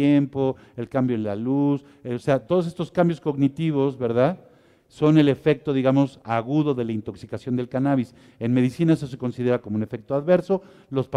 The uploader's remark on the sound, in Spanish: en vivo desde la Expoweed Mexico, La feria del Cannabis en América, México Otoño 2021.